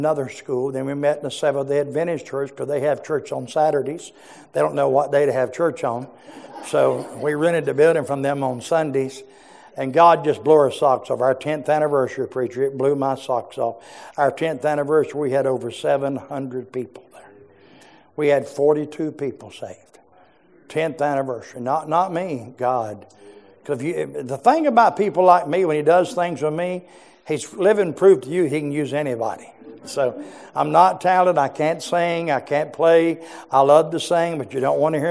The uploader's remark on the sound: Preached in our morning service.